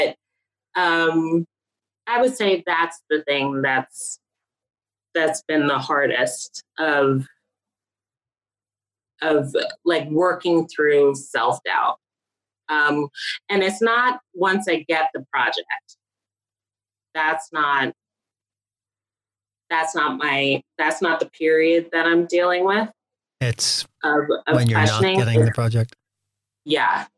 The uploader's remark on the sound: Speaking during lockdown from her apartment in Manhattan. Recorded via Zoom, June 2020. Studio facilities provided by irishvoiceovers.co.uk.